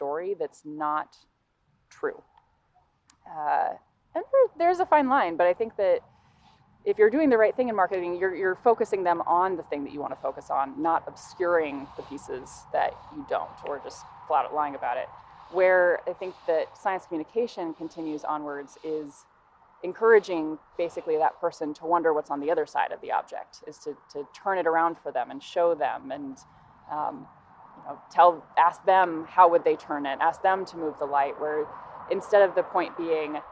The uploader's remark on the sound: Walk and Talk. Both live in the Bay Area, we had never met face to face. I suggested we meet up for a hike and record some stuff along the way.